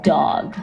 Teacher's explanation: because the D is a different kind of D. When we say dog, what's happening is our tongue is sitting behind our front two teeth. Dog. And that's the duh that we use in a lot of different words in Urdu as well.